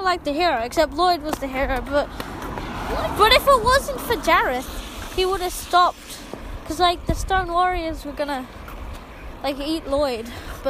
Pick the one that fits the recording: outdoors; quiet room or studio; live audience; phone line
outdoors